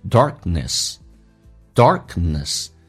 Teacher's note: 那个 K 跟 N 在一起，轻轻的 K 也是失去了一点爆破